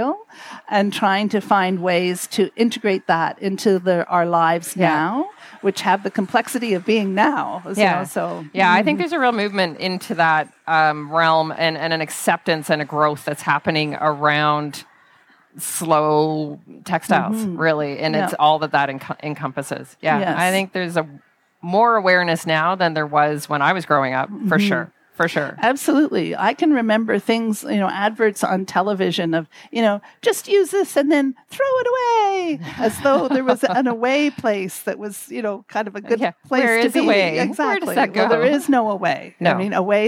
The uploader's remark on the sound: In this exclusive live interview series from Twist 2023. These interviews, set against the lively backdrop of Twist, bring the festival's vibrant spirit directly to your ears.